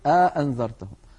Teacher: وبعض العرب كان يدخل بين الهمزتين ألفا فيقول أأنذرتهم، يعني يبعد بينهما بأن يدخل بينهما ألفا فيقول الواحد أأنذرتهم.